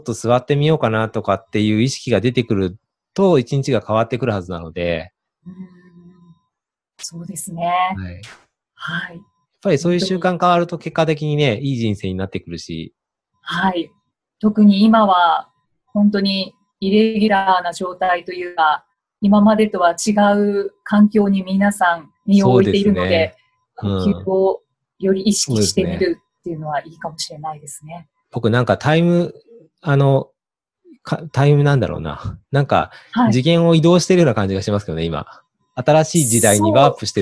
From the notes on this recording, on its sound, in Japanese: オンライン収録のため、通常より音声が劣りますがご了承ください